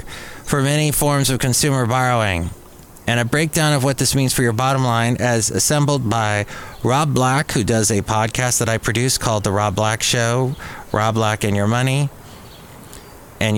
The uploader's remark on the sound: podcasts live from Café Anyway